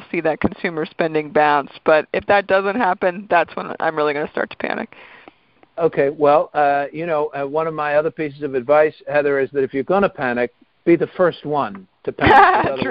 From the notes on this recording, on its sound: Calls in to talk about the bigger world.